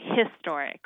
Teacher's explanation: in most parts of the country, we say historic with that his sound, that consonant sound at the beginning